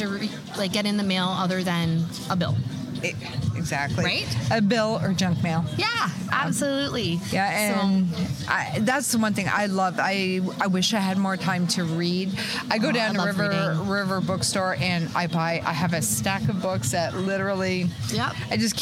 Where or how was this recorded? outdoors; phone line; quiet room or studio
outdoors